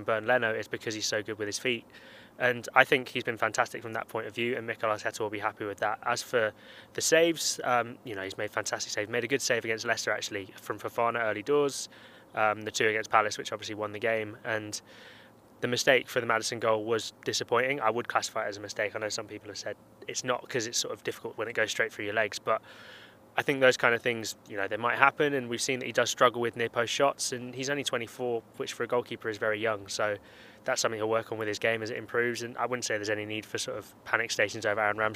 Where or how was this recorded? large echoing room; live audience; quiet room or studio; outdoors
outdoors